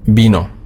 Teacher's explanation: Das V ist immer ausgesprochen wie ein weiches B. Es ist so ein Mittelding. Manche Spanier sprechen das wie ein richtiges B aus, andere wie ein V. · Term: weiche B